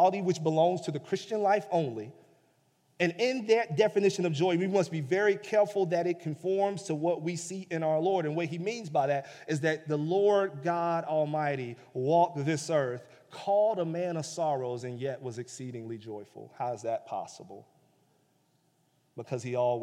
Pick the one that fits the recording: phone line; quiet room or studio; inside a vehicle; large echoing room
large echoing room